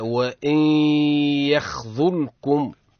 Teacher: عنا سيدي حكم النون عند الياء، إدغام بغنة